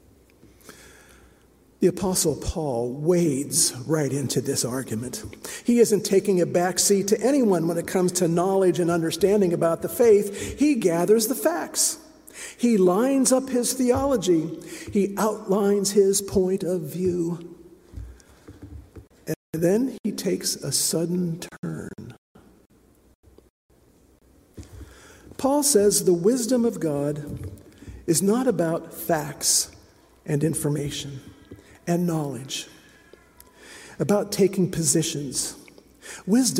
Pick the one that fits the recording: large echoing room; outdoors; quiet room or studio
large echoing room